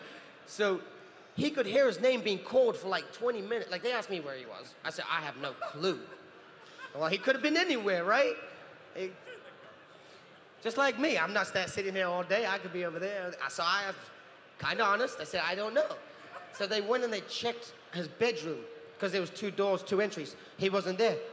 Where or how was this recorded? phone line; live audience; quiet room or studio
live audience